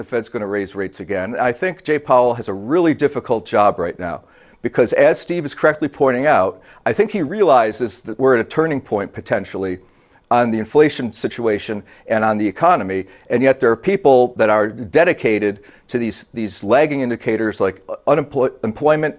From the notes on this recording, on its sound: We are live at Vivatech in Paris.